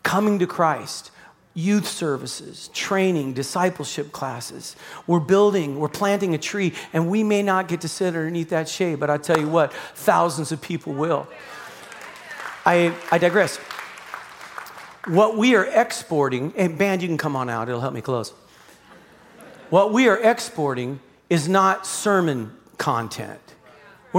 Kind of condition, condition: setting, large echoing room